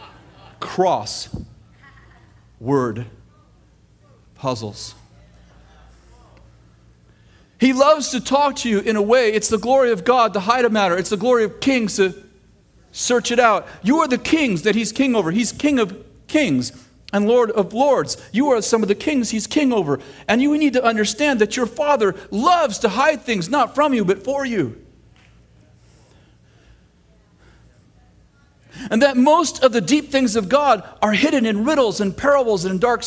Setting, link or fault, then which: setting, large echoing room